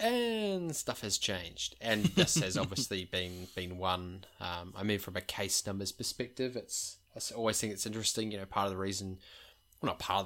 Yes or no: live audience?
no